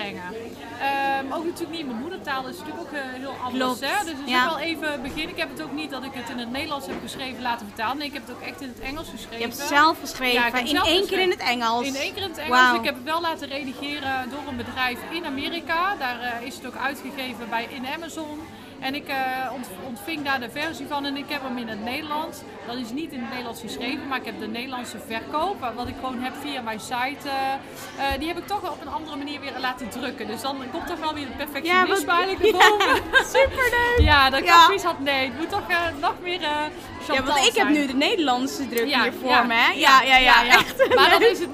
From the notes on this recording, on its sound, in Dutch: live op haar boeklancering